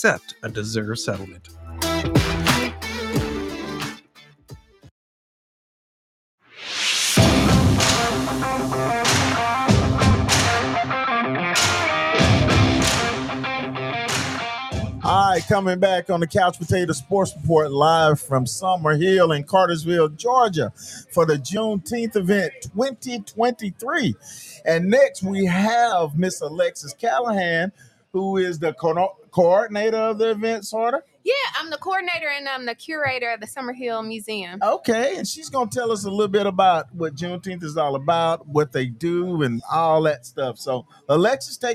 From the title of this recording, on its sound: Live at Juneteenth